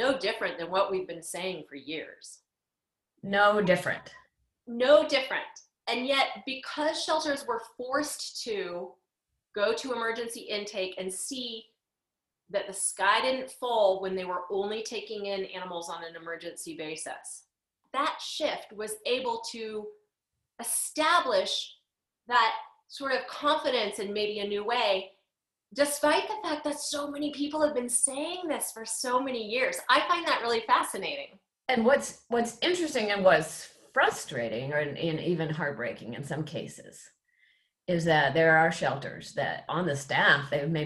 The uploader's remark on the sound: What do you get when you take 18 of the best and brightest lifesaving innovators, pair them up, put them on a Zoom call and hit record? The two-day, online event.